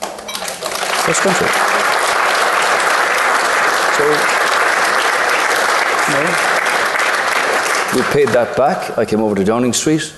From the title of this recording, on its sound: Live from The Savoy Hotel in London